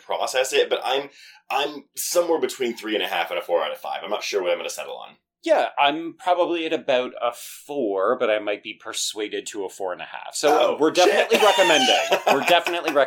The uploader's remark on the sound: We recorded this on a travel mic while we were covering Fantastic Fest so the audio quality is not up to our usual standards.